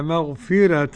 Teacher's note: لمغفرة ترقيق الراء لورش